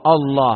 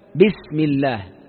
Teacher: إيه، لأنك إذا وصلت عندك ساكنان، الميم في بسم ساكنة والألف في الله ساكنة، فإذا التقى الساكنان تكسر بسم الله، ولا أصلها باسم الله الله، فإذا بدأت بالله فإنك تبدأ بهمزة قطع، أما في حال وصل بسم الله فكسرت لأجل التقاء الساكنين